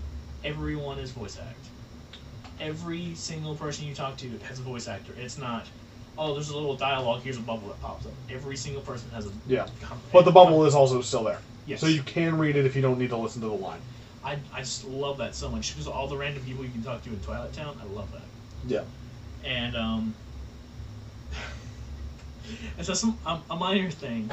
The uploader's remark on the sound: I am sorry the audio is bad. The mic just wasn't picking us up well.